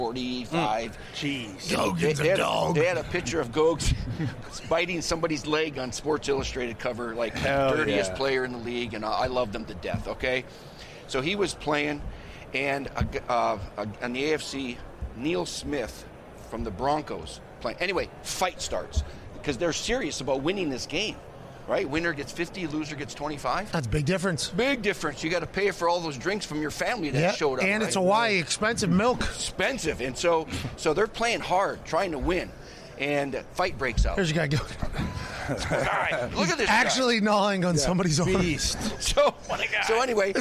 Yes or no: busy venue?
yes